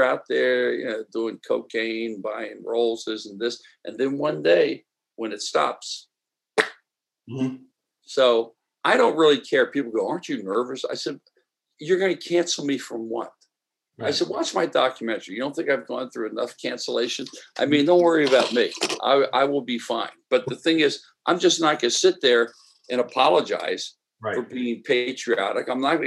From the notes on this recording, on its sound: Sunday Sauce via Zoom.